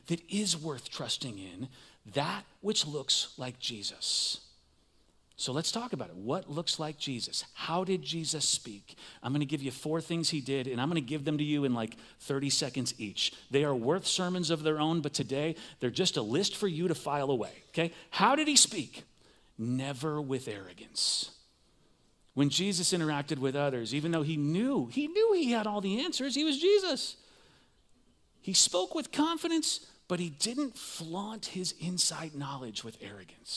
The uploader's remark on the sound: Recorded live at CrossWinds Church on Feb 18th, 2024